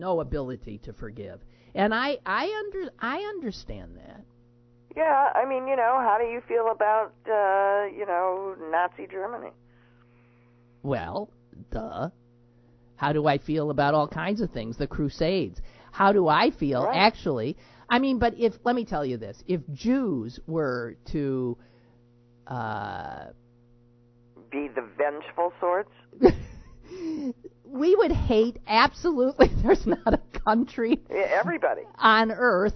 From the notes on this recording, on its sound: is on the phone with us